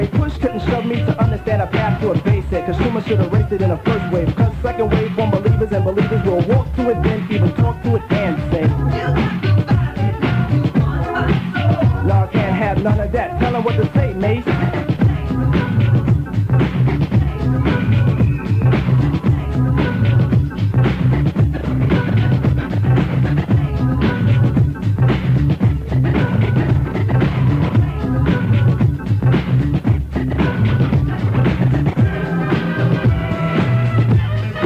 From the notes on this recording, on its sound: Live from the Hacienda in Manchester, England.